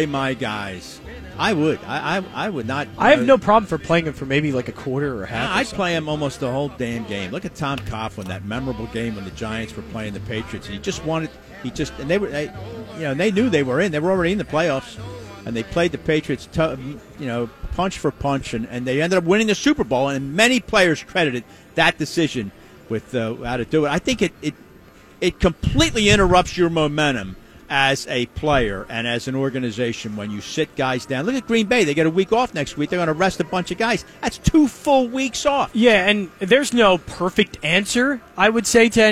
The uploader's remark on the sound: LIVE from the Parx Casino Sportsbook